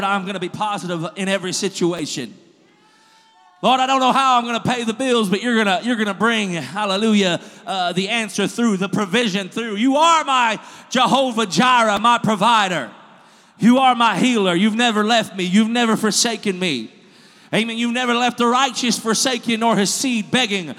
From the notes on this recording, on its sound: This was recorded at Truth Apostolic Church in Madisonville, KY.